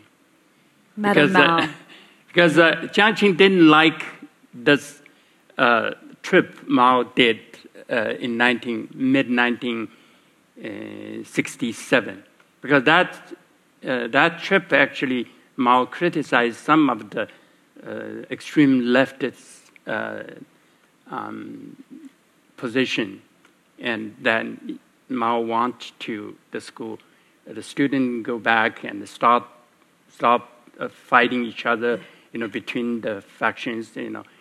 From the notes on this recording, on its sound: share a panel at the Getty Center